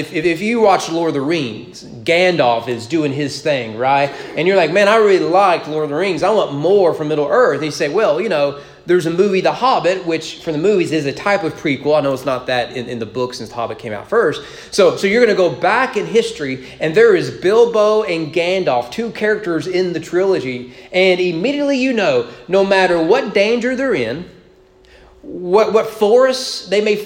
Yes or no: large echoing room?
yes